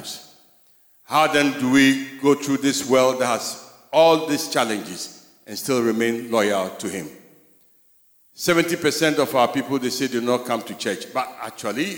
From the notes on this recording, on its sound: Sermon preached at CBC Shiashie Campus